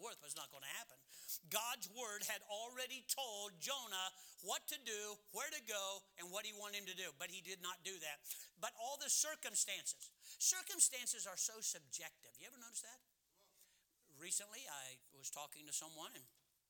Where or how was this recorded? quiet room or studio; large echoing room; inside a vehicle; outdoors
large echoing room